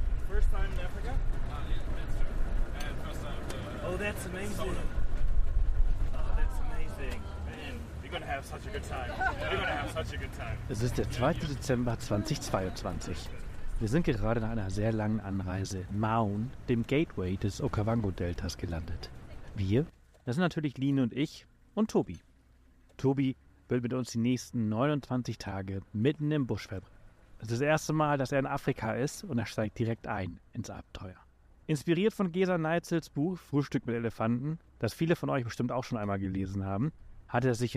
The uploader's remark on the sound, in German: Ausbildung zum Safari Ranger in Botswana. Seid live bei dem Moment dabei, als wir zwei Löwenmännchen dabei beobachten, wie sie einen Leoparden aufspüren und ihm seine Beute wegschnappen. Hört das Knacken der Knochen, als sie das Impala aufreißen, und das laute Schnaufen, während sie nicht vom noch zuckenden Körper der Gazelle loslassen.